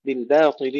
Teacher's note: بالباطل ترقيق الباء ننتبه إليه جيدا، تفخيم الطاء